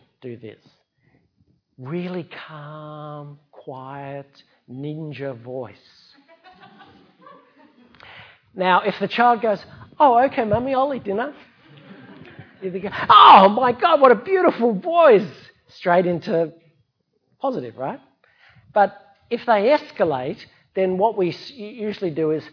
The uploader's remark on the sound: A Sydney Ideas event for Sydney Science Festival 2016.